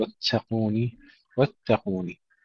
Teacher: تشديد التاء جيدا بدون همس، لا نقول واتقوني، واتقوني.